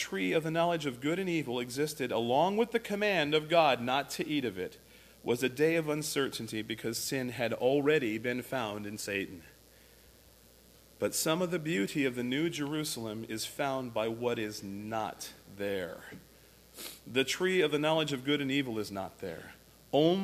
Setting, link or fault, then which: setting, large echoing room